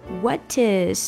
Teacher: 这个 T 跟 I 连在一起了，因为一个辅音，一个元音 · Term: 连读